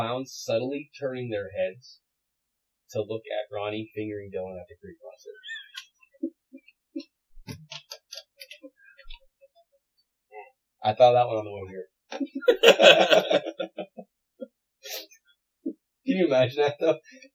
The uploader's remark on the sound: We want to let you know before listening that there was an audio issue with this episode, so if it sounds even worse than normal that's why.